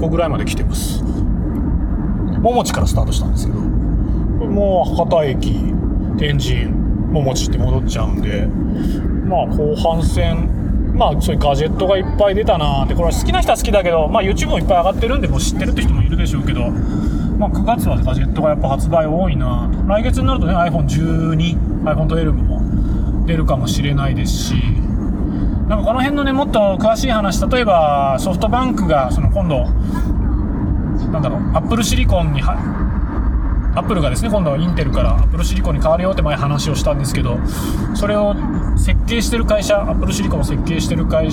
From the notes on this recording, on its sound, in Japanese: 福岡都市高速を走りながら。福岡都市高速を一周回りながら。